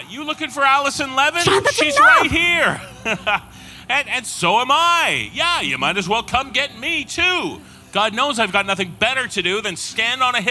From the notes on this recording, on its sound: Halloween Live at The El Rey Theatre. Features the performance from our Halloween Live Tour at The El Rey Theatre in Los Angeles, California.